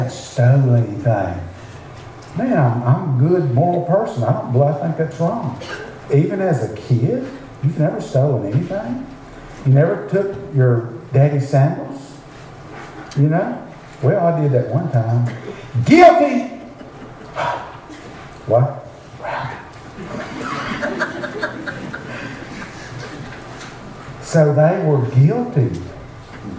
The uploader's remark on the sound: preach at Beaver Baptist Church in Brighton